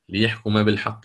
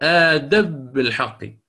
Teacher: فتسكن الميم ثم تخفى عند الباء · Shown in: first take